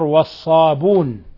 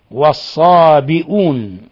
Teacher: لفظ والصابئون قرأ نافع وشيخه أبو جعفر والصابون بحذف الهمزة · Shown in: first take